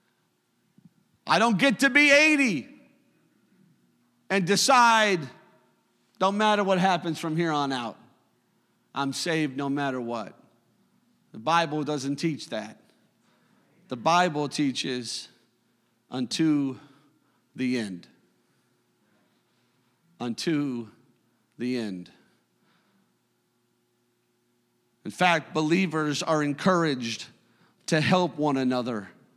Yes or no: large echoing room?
yes